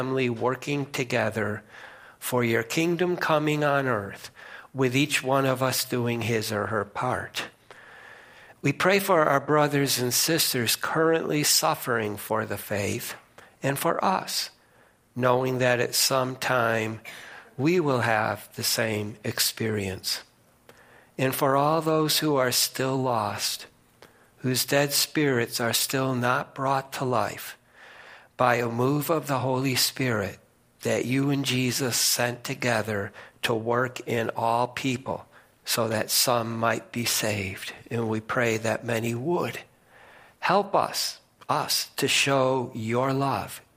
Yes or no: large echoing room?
yes